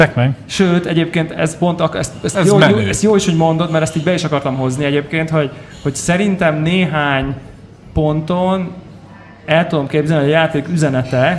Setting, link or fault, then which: setting, live audience